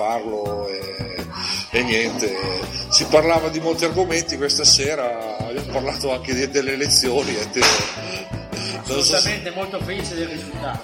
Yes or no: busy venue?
yes